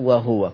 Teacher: فقالون يسكن وورش يضم الهاء